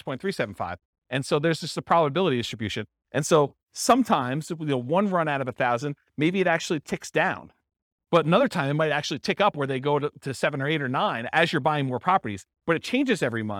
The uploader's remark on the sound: This was a live class recorded